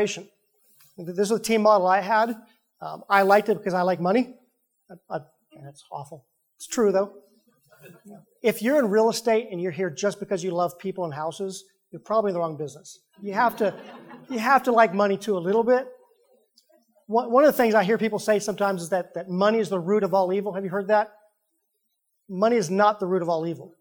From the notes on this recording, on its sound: Live Event Recording. We take you inside an in-person Fathom event featuring top teams from across the country.